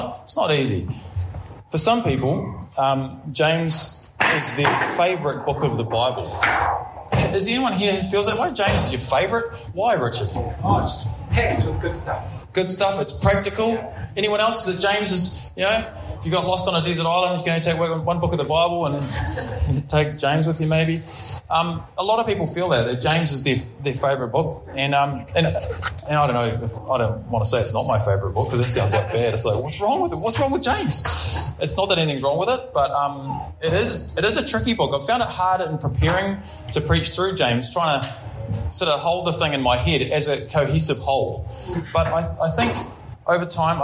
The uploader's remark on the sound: Preached at Ngaruawahia